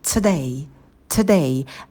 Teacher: Потом day, на d язык опять идет на альвеолы. D — это звонкий звук, здесь уже придыхания нет. И мы уходим в оскал на дифтонге a. · На звуке «т» у нас язык идет на альвеолы, кончик языка, и мы выдыхаем «т». Потом day, на d язык опять идет на альвеолы.